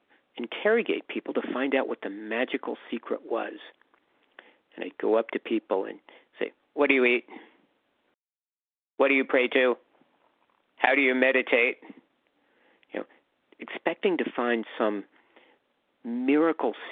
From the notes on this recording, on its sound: From the 100 Pounders Phone Meeting.